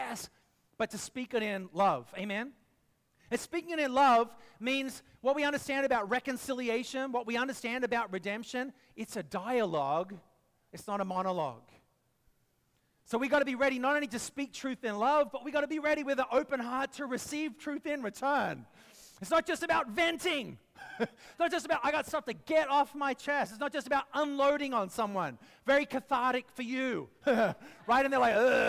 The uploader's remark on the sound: preached this message at our Downtown Community